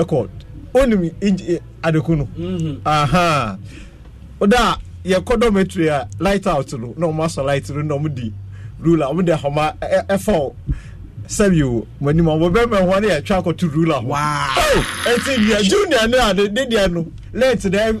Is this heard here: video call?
no